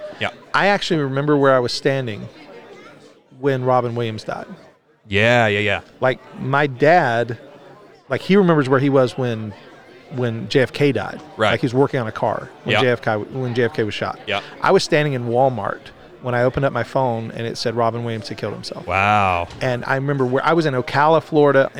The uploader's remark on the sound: joins us from the 2023 Fight Laugh Feast Conference